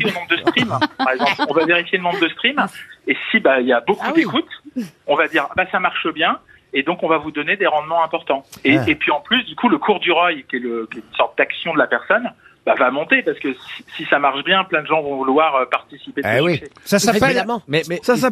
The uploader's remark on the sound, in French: LE COUP DE FIL DE L'ACTU. Les Grosses Têtes ont eu au téléphone.